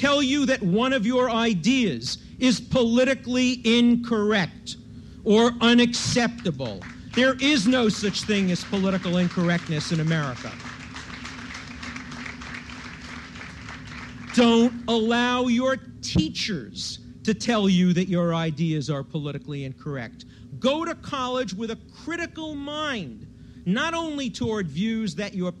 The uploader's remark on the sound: recorded at the 1991 Academy of Achievement Summit in New York